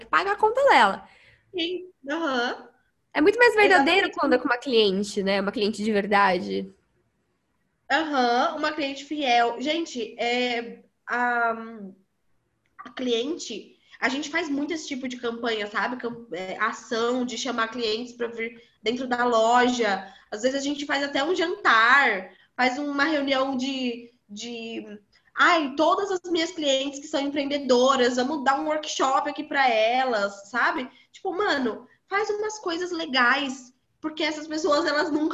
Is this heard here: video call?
yes